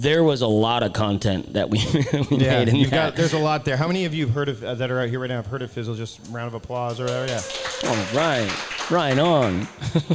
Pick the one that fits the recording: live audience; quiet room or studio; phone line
live audience